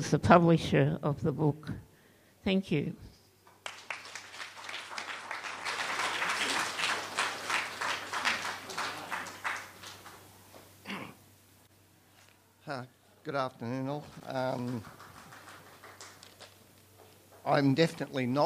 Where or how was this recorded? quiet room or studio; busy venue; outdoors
busy venue